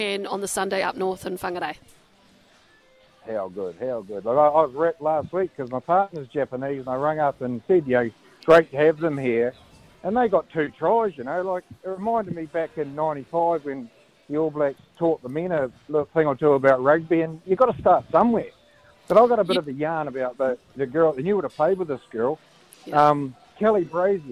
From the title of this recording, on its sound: LIVE from Andy's Burgers & Bar